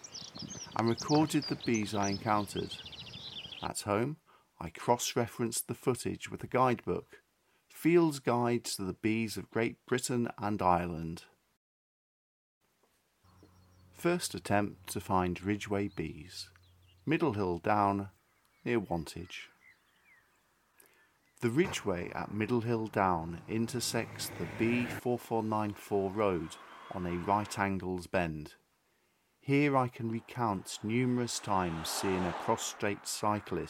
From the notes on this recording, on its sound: I visited the following sections of the Ridgeway: Middlehill Down which is south of Wantage; Bury Down near West Ilsley; White Horse Hill south of Uffington. I walked along these parts of the Ridgeway, with a camera and tripod, and recorded the bees I encountered. The previous precipitation had probably suppressed the activity of Ridgeway insects, yet I heard the reassuring hum of humble-bees. Having walked a short distance from the carpark, a notice caught my eye.